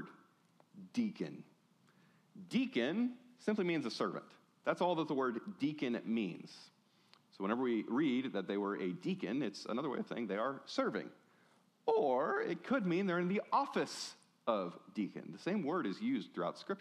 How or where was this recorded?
large echoing room